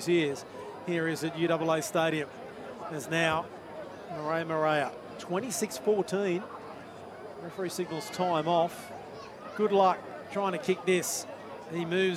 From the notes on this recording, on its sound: Live call from UAA Park, Gold Coast.